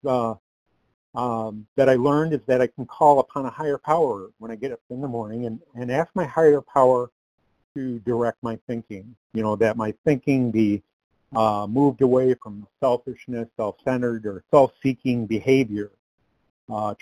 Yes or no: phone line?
yes